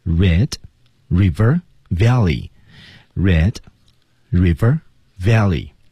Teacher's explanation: 我们看关键词 remember Red RiverValley，这个三个词都要重读